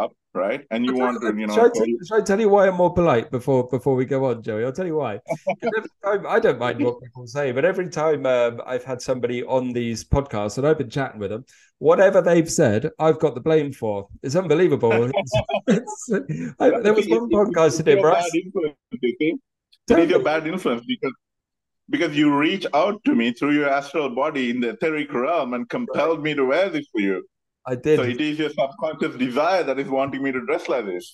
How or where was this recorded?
video call